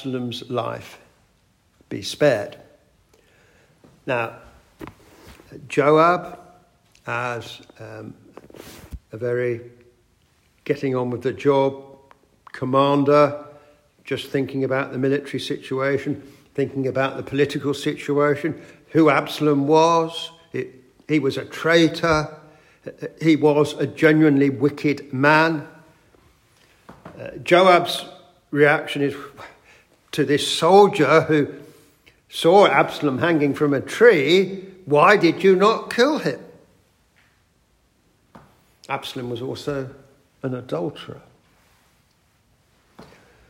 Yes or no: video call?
no